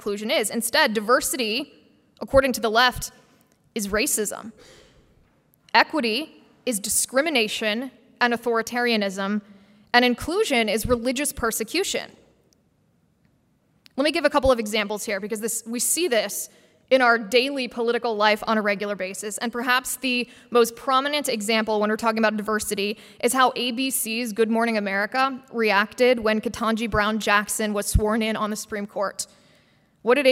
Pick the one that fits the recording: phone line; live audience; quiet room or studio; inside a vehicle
live audience